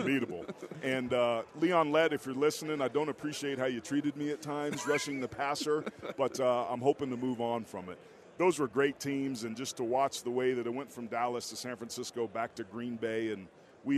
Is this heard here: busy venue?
yes